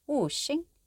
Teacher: Wu is 5, tone 3, and xing is the questioning, tone 2. If you look at the letters strung together, W, U, X, I, N, G, you might think it's pronounced wuxing, like waxing.